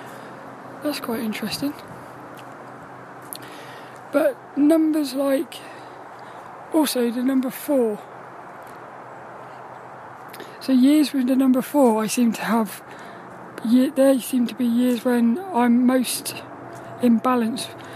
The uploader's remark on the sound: This 'About The Tings' episode is a Walk and Talk around the woods